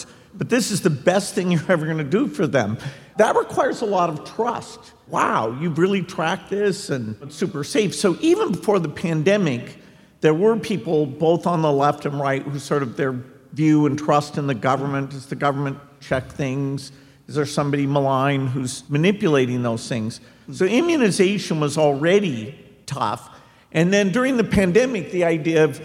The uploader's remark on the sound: Armchaired & Dangerous Live from Seattle at the Paramount Theater.